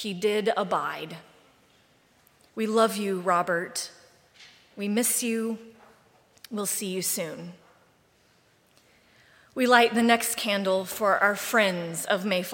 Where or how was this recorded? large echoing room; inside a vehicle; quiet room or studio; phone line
large echoing room